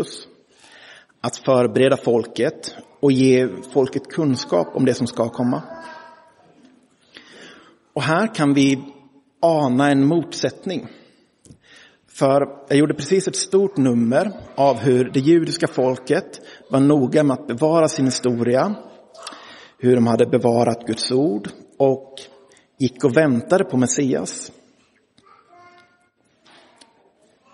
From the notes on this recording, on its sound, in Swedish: Inspelad i Roseniuskyrkan den 25 juni 2023.